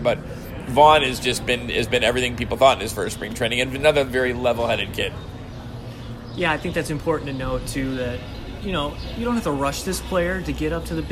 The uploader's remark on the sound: Live from spring training